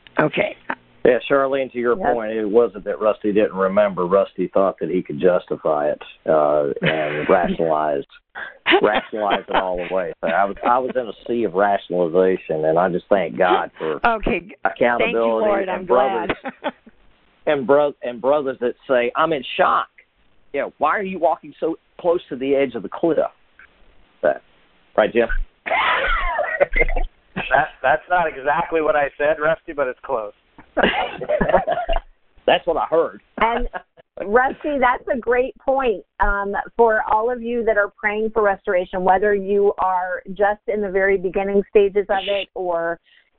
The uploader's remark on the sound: June 22, 2017 Conference Call